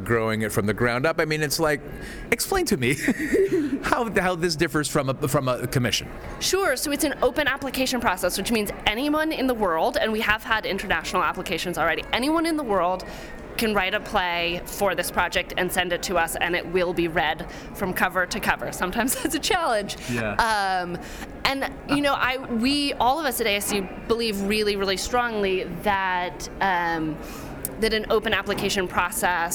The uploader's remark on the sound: Recorded LIVE at the 2018 Shakespeare Theatre Association Conference.